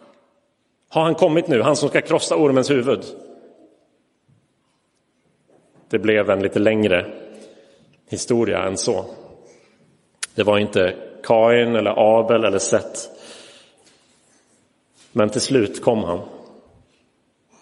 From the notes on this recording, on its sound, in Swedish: Inspelad i Roseniuskyrkan den 26 februari 2023.